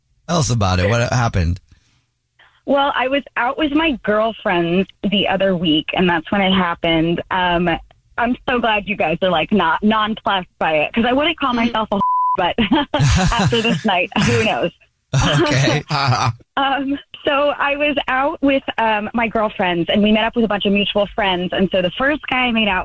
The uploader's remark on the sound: the caller on the phone